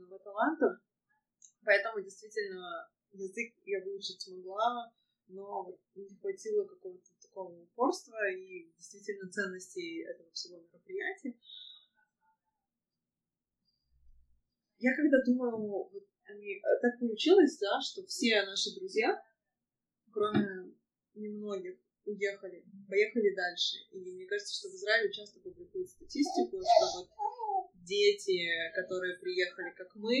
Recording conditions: background noise